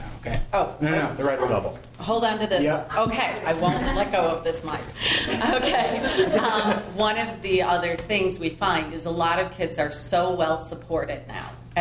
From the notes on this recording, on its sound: At my local CHADD chapter (), we hosted a panel of experts and in this episode, you will hear the Q&A from this panel session. Live Panel of ADHD Experts.